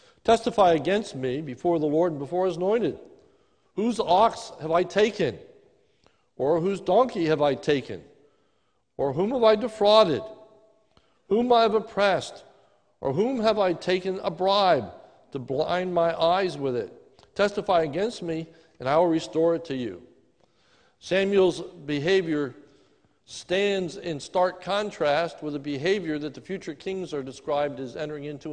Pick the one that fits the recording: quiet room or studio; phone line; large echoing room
large echoing room